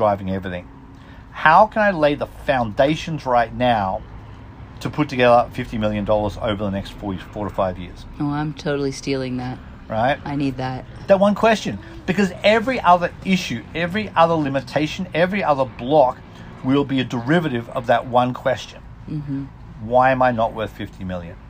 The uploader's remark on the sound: takes a moment on my front porch